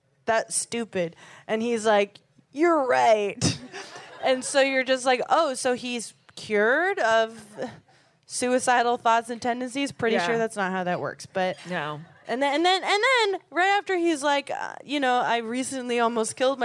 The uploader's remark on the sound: On this live episode recorded at San Francisco Sketchfest